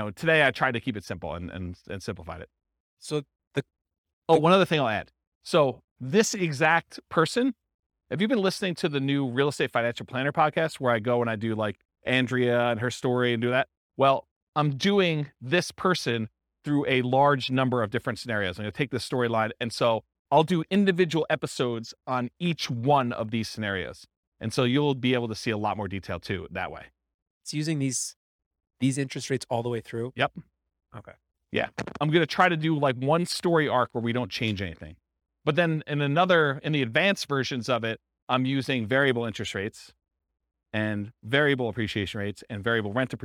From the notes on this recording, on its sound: This was a live class recorded